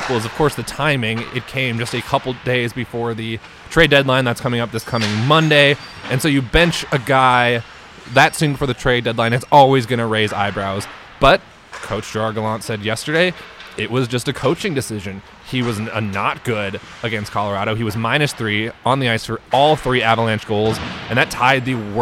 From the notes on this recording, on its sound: We are on location at City National Arena